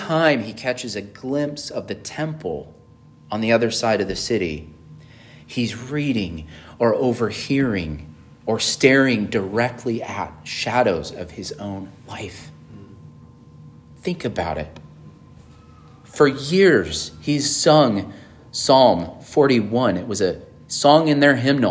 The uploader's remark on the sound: on June 25, 2023 at Emmanuel Baptist Church in Fallbrook, California